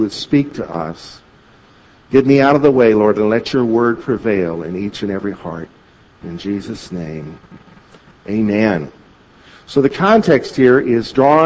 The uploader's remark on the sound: At Victory Christian Center in Bloomington, Illinois